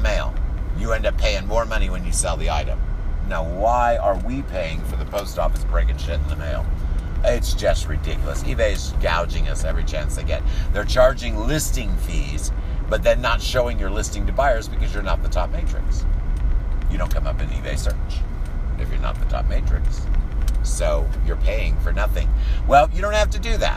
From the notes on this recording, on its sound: driving around in the car